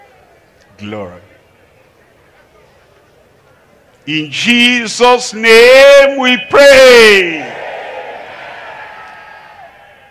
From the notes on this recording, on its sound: live from Asaba, Nigeria.